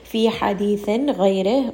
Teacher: غَيْن is heavy and then رَاء is light. And then here we have a ha at the end of the word.